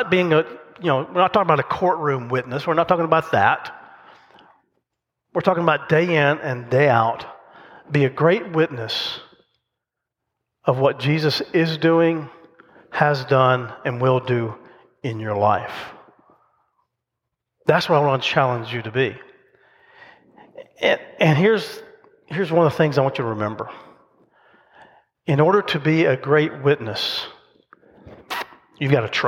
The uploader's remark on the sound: The message recorded live at Covenant.